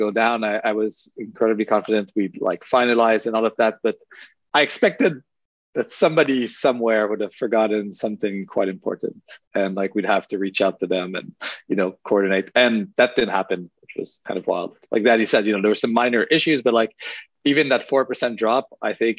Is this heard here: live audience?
no